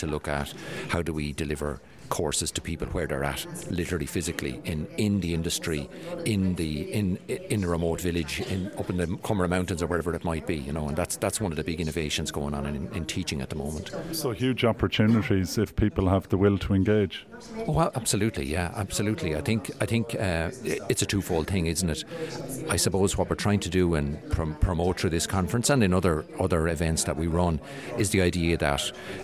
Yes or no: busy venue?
yes